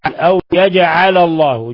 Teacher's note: جيم ساكنة قلقل لأنها من حروف قطب جد